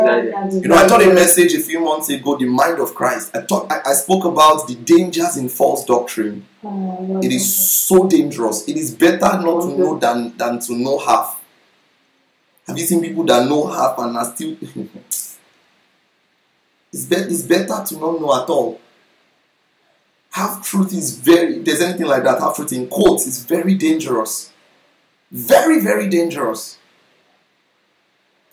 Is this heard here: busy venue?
no